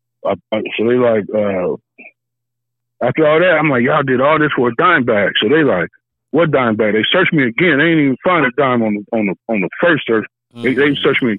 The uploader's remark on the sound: Takes Live Calls From Callers Who Have Wild Stories To Tell. On This Episode Two Callers Call in to Tell Wild Stories.